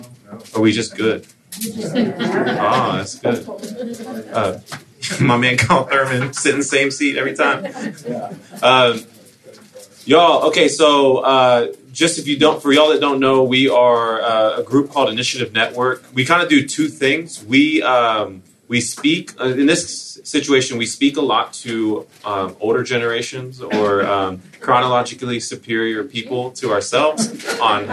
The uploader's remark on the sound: This episode is from Leadership Network, recorded at the National Disciple Making Forum.